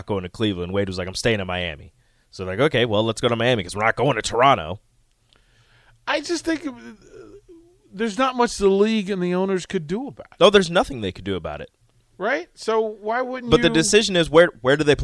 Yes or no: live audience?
no